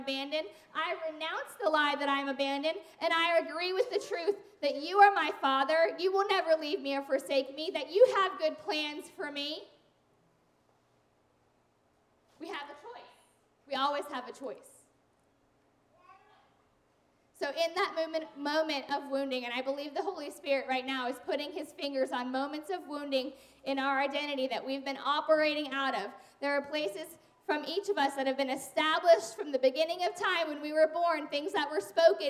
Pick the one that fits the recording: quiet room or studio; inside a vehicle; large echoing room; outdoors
large echoing room